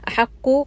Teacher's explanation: قاف is going to be heavy